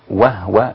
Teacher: قالون يقرأ مثلا وهو بإسكان الهاء وليس وهو كما يقرأ حفص والباقون. وهو غير وهو في كل القرآن، في كل القرآن، يعني وهو وهي كلها أين وقعت في القرآن الكريم؟